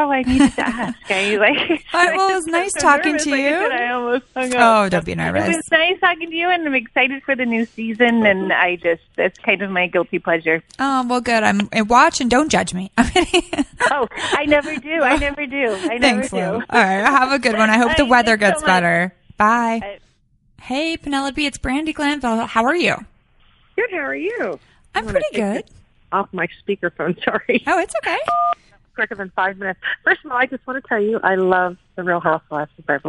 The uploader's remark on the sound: opens up the phone lines to answer any and all listener questions